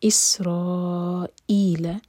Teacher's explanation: را چار حرکہ اور حمزہ پر کٹ آف ساؤنڈ